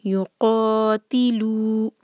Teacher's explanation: یو ایک حرکہ، قا قاف heavy letter ہے، اس کو منہ بھر کر پڑھیں گے اور حلق سے ادا کریں گے، اور یہ ہوگا دو حرکہ مد طبعی یو قاتلو.